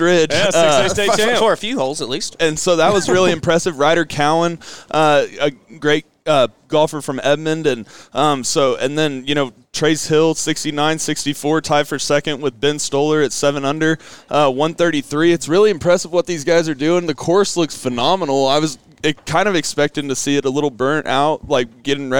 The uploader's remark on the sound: Live From Kickingbird for OGA State Junior!!